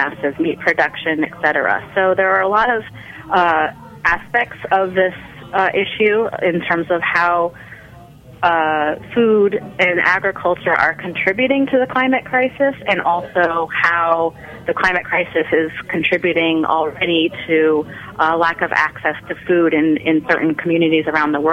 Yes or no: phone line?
yes